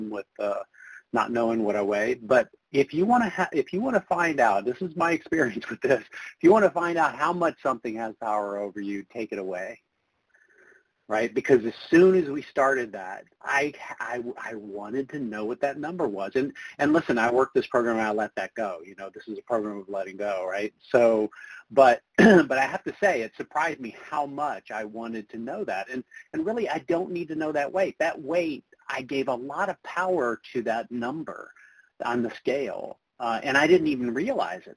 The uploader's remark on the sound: from the 100 Pounders Phone Meeting